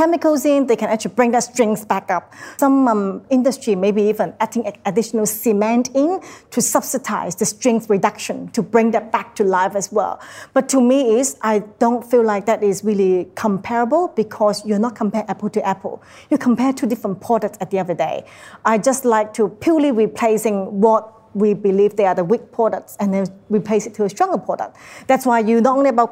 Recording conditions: live audience